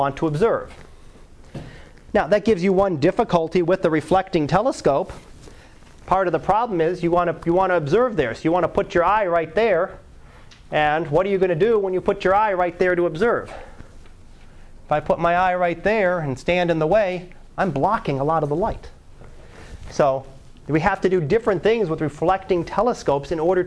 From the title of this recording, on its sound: Live Class Lecture 2012 Sep 12